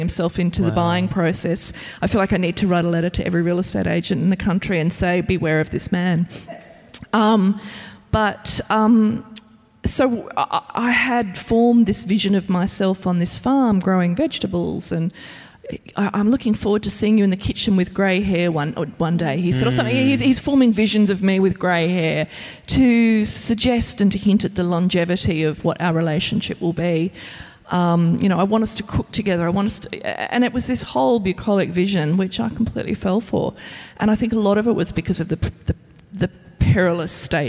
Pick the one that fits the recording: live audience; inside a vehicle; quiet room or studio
live audience